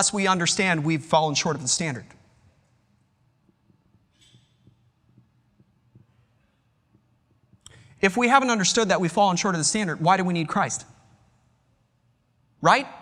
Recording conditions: large echoing room